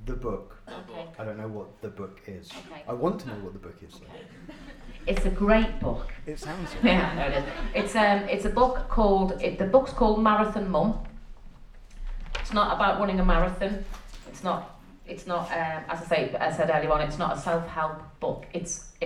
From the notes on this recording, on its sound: The Proper Mental Live Show was recorded in front of an audience. To chat to on stage!